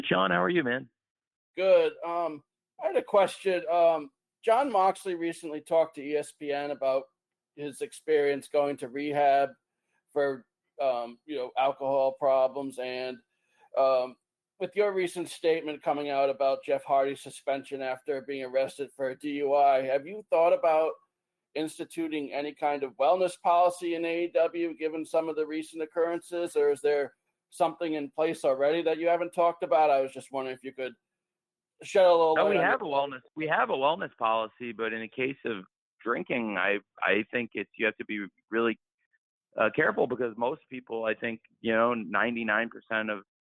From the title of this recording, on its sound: Media Conference Call